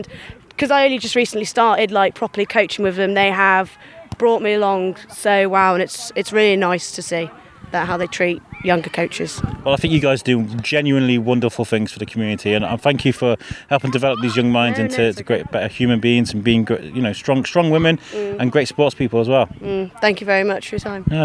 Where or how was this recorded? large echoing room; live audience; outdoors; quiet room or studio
outdoors